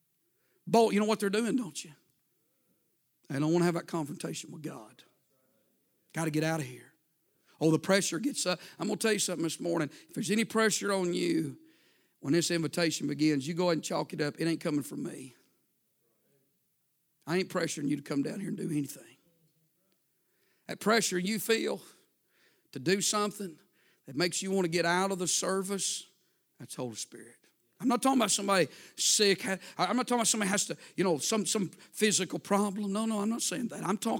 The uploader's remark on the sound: A sermon preached Sunday Morning